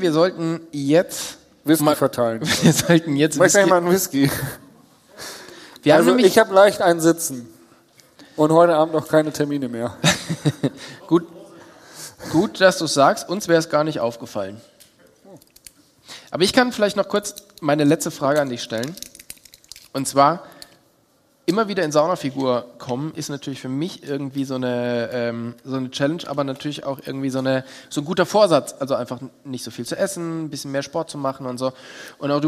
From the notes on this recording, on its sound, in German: LIVE PODCAST vom 4 Bikes Festival. Mal vor Live-Publikum aus einem Bunker beim 4 Bikes Festival.